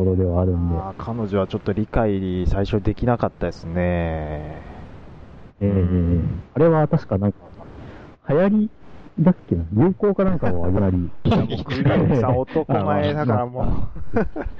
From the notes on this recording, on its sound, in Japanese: Skypeの不調や録音機材の不調で今回の音質は良くありません。